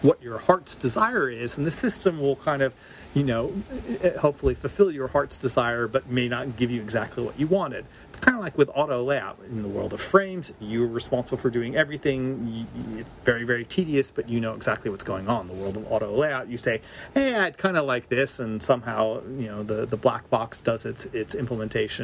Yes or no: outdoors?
yes